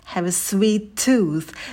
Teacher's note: в конце tooth у нас межзубный звук t. Кончик языка между верхними и нижними зубами и выдыхаем воздух.